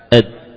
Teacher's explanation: Huruf dal, ad. Ya. Coba dihilangkan kol-kolahnya. Ad. Ya, berhenti seketika. · Term: syiddah